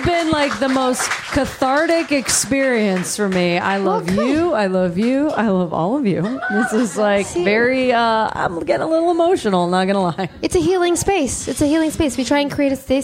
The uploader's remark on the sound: Live in DC